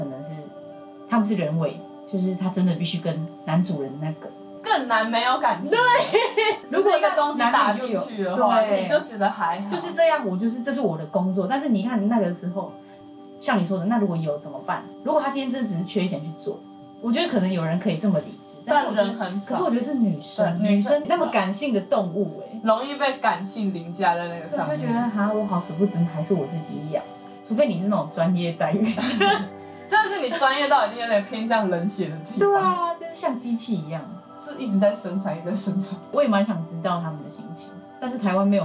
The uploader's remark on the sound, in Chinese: 本集收音有點小小的狀況，所以墊了音樂，但是有意外的聽覺效果。